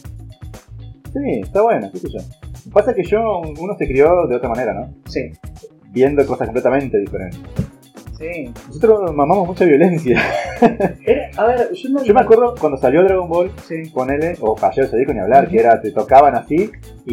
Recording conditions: poor sound quality